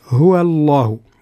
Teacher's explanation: الملاحظة الأولى حذاري من تفخيم الواو من الضمير هو